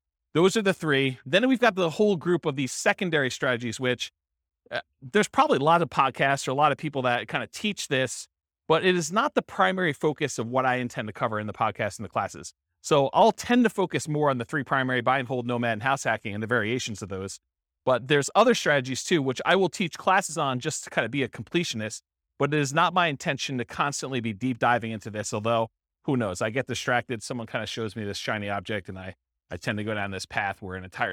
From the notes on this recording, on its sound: This was a live class recorded